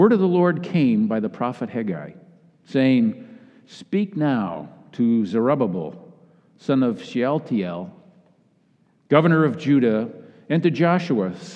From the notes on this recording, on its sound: Message delivered during the Classic Worship service.